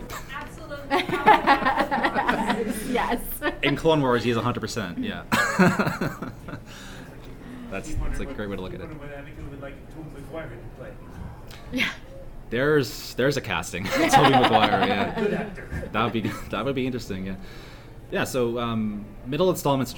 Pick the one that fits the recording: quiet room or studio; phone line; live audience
live audience